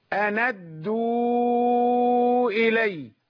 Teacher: النون كانت ساكنة نقلنا حركة الهمزة إليها · Term: النقل